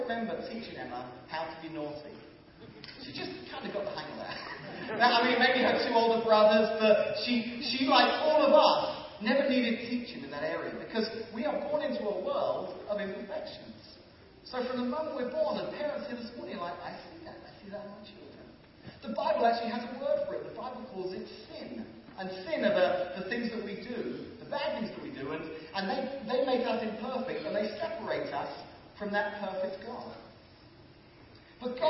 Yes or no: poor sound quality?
yes